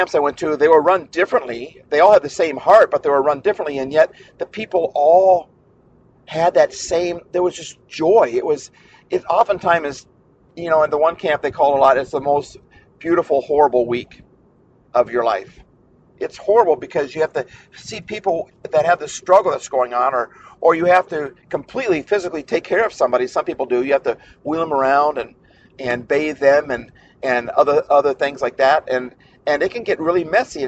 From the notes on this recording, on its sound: The audio quality of this particular episode is not as good as it should be. We are having equipment issues.